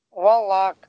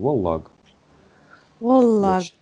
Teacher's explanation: На конце э, у нас Г, но она чуть-чуть э, приглушается.